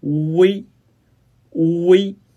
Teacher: 发音过程中，舌位先降后升，由后到前。 · Term: 复韵母乌微